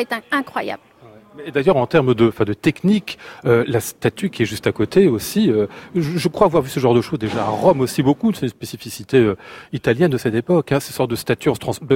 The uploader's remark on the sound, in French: Une émission enregistrée à l'occasion de l'exposition &quot;Eblouissante Venise&quot; au Grand Palais à Paris. Une émission enregistrée à l'occasion de l'exposition "Eblouissante Venise" au Grand Palais à Paris.